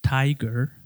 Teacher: En inglés americano se escucha la R bastante claro. · Term: rhotic accent